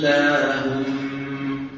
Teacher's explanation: اللام المفخمة يصاحبها تقعر للسان، وأن الصوت يتجه إلى قبة الحنك ويعود وله رنين